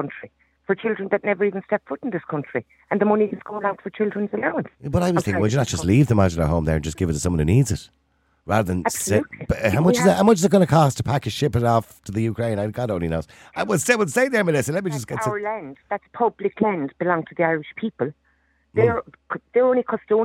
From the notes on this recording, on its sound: (Audio Intewrviews only). Opens the phone lines to invite callers. The debate among the callers becomes heated at times.